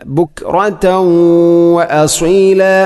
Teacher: ഇദ്ഗാം നാഖിസ്, ആ തൻവീനിനെ വാവിലേക്ക് ഇദ്ഗാം ചെയ്ത് ഉച്ചരിക്കുന്നു